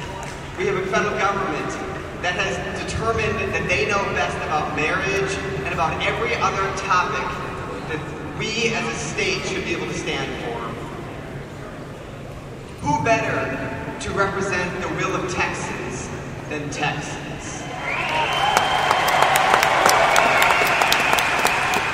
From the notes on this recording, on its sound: This is actual audio of the Texas independence debate from the floor of the 2016 Republican Party of Texas state convention.